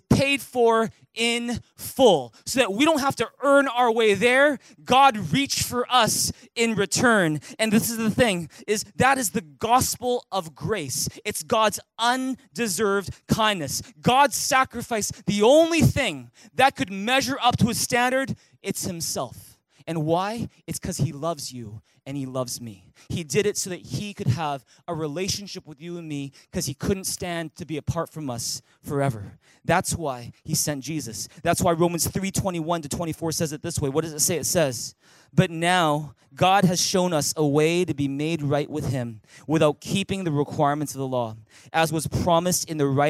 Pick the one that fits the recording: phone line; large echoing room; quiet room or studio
large echoing room